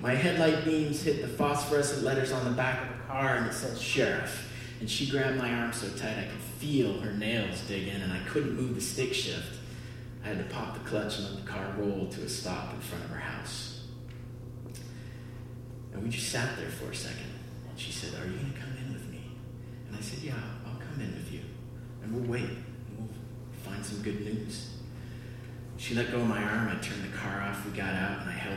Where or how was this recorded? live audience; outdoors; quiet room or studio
live audience